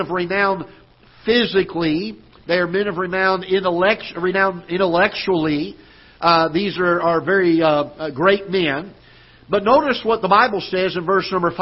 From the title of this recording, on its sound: Ketha Heights Baptist Church ~ Live Broadcast